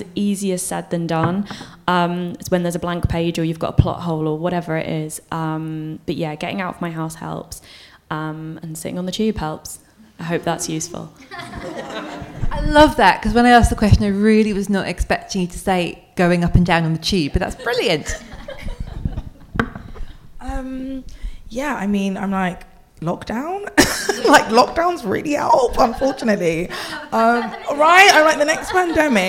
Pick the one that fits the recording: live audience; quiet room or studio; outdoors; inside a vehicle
live audience